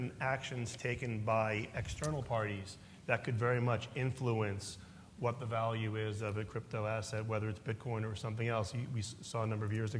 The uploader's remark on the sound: In this podcast, from New York's Crypto Evolved conference.